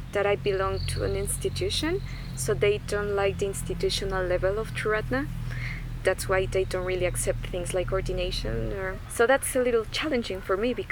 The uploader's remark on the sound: Recorded in a very lovely garden in Mexico in 2019, with nature sounds all around. Recorded at Chintamani Retreat Centre, Mexico 2019.